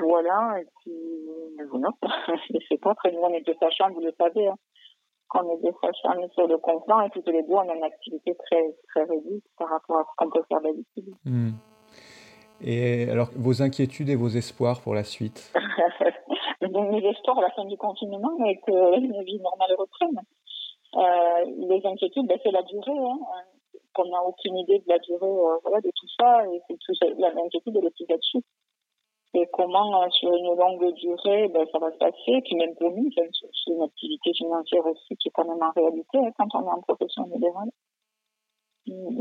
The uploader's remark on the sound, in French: Au téléphone